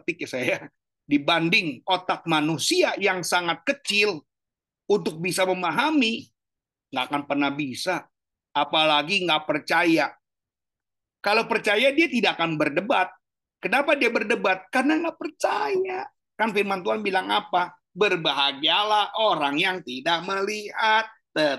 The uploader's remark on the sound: Zoominar